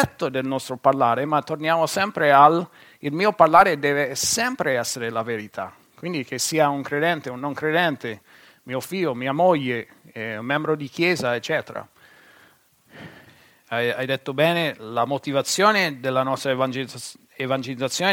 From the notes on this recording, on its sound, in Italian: Registrato presso il Centro Evangelico Battista di Perugia. Per motivi tecnici, gli interventi non vengono inclusi nella registrazione.